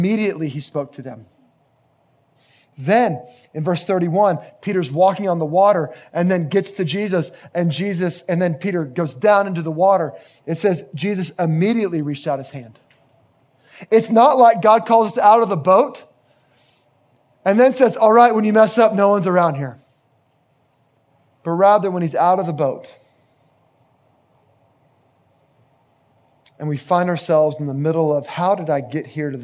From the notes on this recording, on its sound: Location: Grace Bible Church Creekside